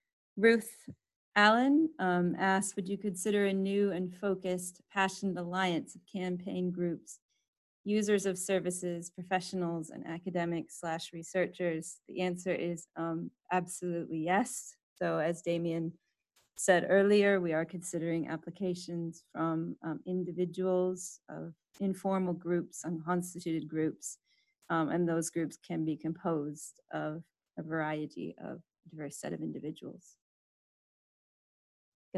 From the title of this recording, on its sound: webinar recording